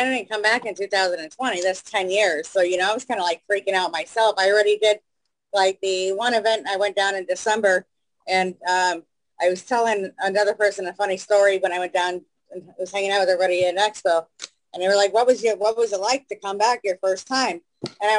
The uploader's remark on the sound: stopped by to chat with us on Zoom.